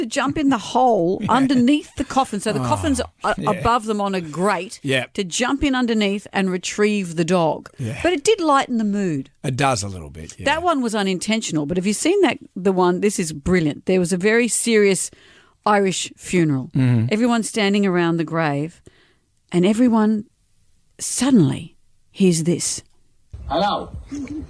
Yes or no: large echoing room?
no